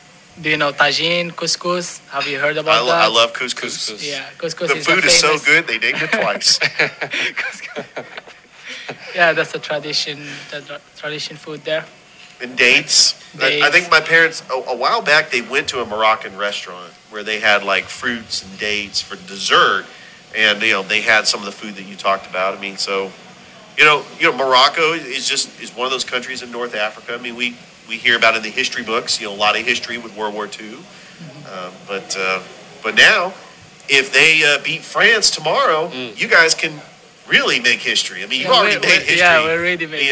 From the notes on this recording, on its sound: Live from Ivy Park Sports Bar and Grill